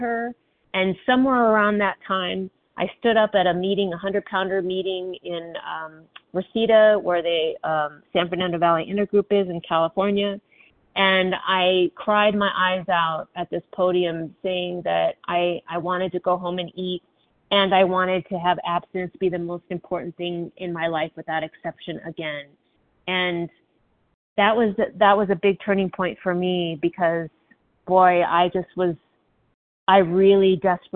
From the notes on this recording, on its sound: from the 100 Pounders Phone Meeting